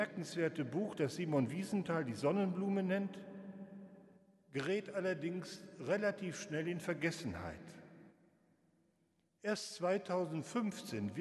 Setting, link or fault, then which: setting, large echoing room